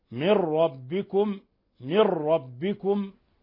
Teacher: واحذر أن تكرر الراء، تظهر التكرار، الراء حرف مكرر ولكن تكتم هذا التكرار، يعني يكرر مرة، أما تكرر مرات وكرات مر كأنك يعني ترعى الغنم تنادي على الغنم، لا لا تقل من ربكم فيتردد لسانك كثيرا ويتكرر هكذا، لا هذا لحن وهذا لا يجوز، وإنما من ربكم، من ربكم إضغام بغير غنة.